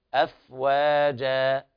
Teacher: في دين الله أفواجا، وهنا حرف الفاء ساكن ولا بد من همسه هكذا أفواجا أفواجا، ولا تقل أفواجا، الواو دائما مرققة أفواجا هكذا. والألف المنونة الموقوف عليها تمد بمقدار حركتين، المد عوض عن التنوين المحذوف، فنقول أفواجا هكذا مد طبيعي بدون زيادة عن حركتين.